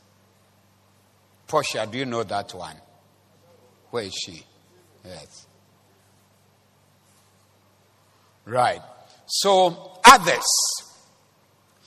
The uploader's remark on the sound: Preached at the Zeloo Service 02042023